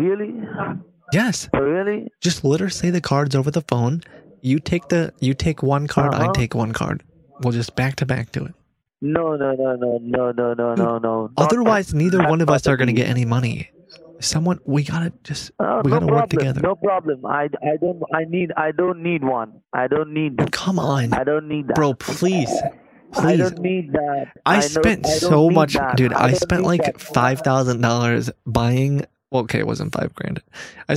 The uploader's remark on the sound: on the phone with multiple scammers